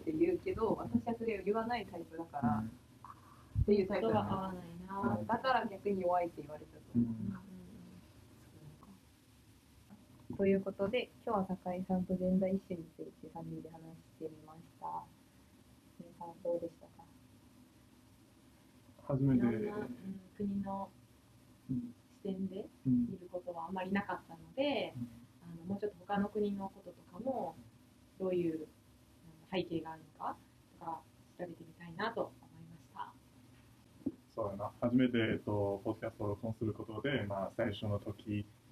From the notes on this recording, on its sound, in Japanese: オーディオの音質が機材の制限により、あまり良くなくてすみません！